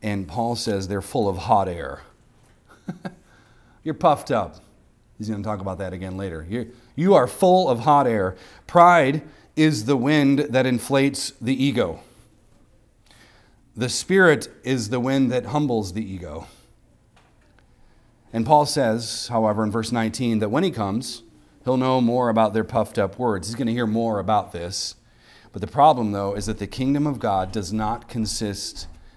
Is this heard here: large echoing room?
yes